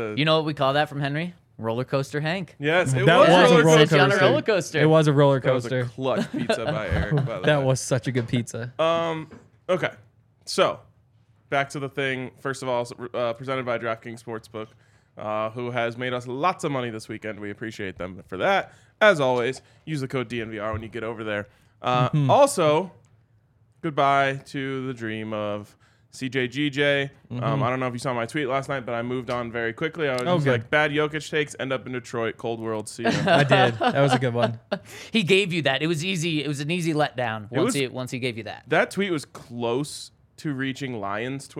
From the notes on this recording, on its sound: coming to you LIVE from the DNVR Bar